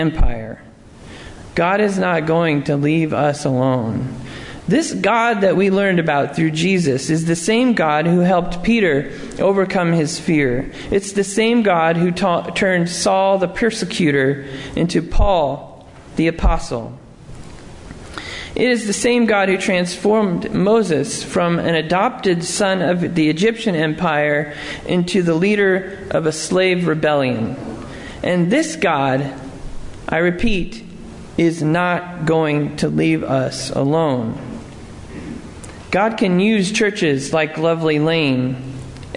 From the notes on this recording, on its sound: Sermon preached at Lovely Lane UMC